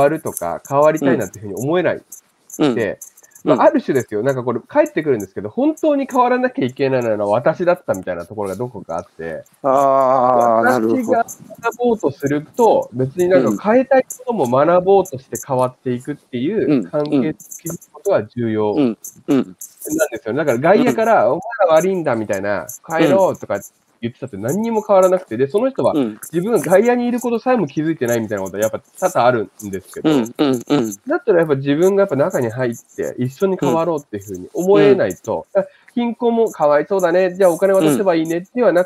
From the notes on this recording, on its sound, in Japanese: 歩きながら1時間、対談する